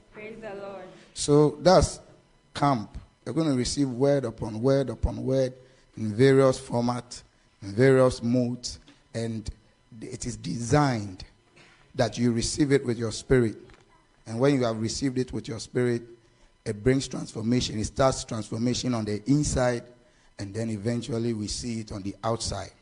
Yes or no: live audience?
yes